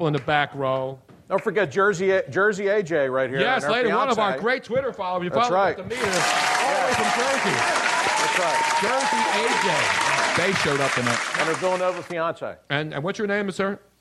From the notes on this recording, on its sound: Live Podcast. We came out firing with a great mid February crowd and crazy show at Comedy Sports Philly.